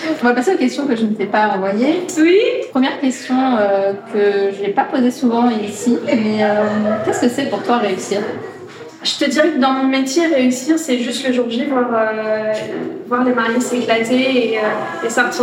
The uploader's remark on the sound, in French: lors du Festival Andy, d’où l’effervescence que tu entends autour de nous